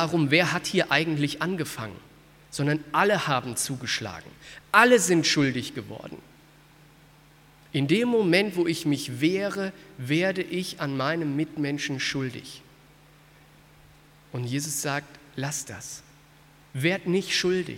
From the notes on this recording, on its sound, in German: aus dem Missions-Gottesdienst der Missionsberg-Gemeinde (Liebenzeller Mission)